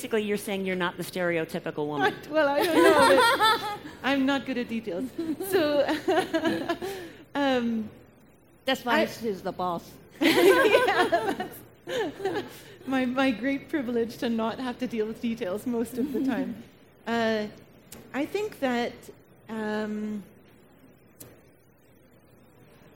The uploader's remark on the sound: In this episode we feature the recording of a Learning Lounge from our recent Convention and Trade Show in Montréal.